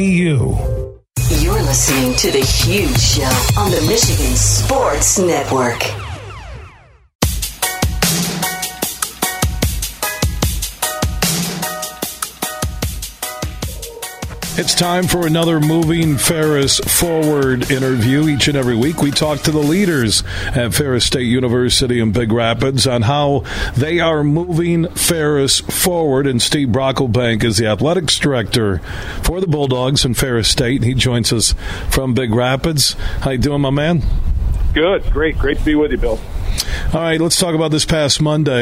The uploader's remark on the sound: It's the final day of us broadcasting live from the Blythefield Country Club which is home to the Meijer LPGA Classic for Simply Give.